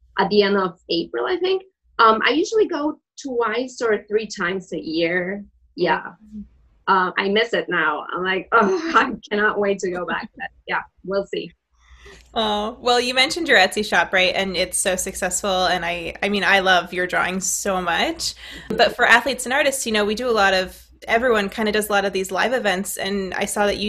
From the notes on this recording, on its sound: this podcast was brought to you from the safety of their own respective homes - thank you ZOOM.